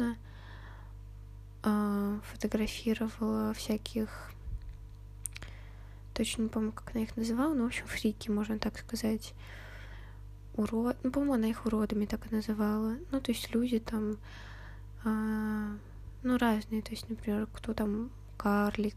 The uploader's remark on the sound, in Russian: Сегодня какое-то тяжелое дыхание. Соре за шумы.